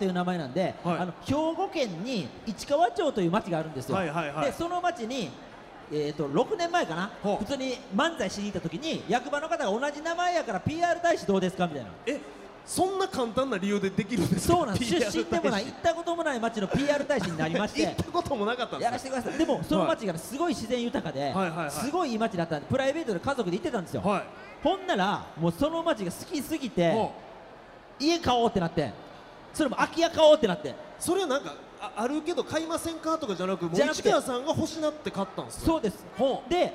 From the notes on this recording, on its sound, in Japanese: 公開収録 in ららぽーと門真・三井アウトレットパーク大阪門真。